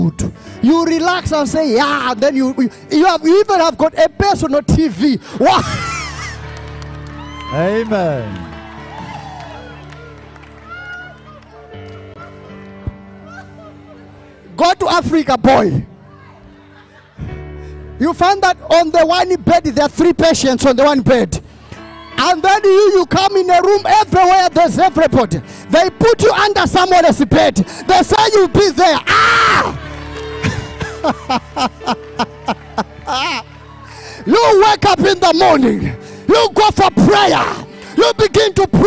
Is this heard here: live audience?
yes